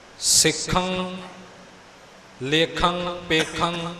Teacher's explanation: ਟਿੱਪੀ ਦੀ ਆਵਾਜ਼ ਤੋਂ ਬਾਅਦ ਹੋਰ ਕੋਈ ਆਵਾਜ਼ ਨਾ ਆਵੇ। ਸਿੱਖੰ ਲੇਖੰ ਪੇਖੰ ਇਉਂ ਆਵਾਜ਼ ਇੱਥੇ ਹੀ ਖਤਮ ਹੋ ਜਾਣੀ ਚਾਹੀਦੀ ਹੈ।